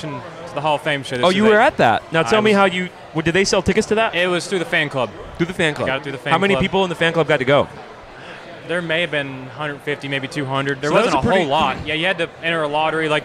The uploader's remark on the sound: The kind people at Hockeytown Cafe let us set up, record an episode. Live From Detroit.